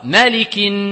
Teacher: Donc ça, à ce moment-là, quand il est à la shadda, donc la lettre elle est doublée, donc on met une shadda pour montrer qu'elle est doublée, et il faut faire une runna, la nasalisation. Le son toujours qui sort de la cavité nasale.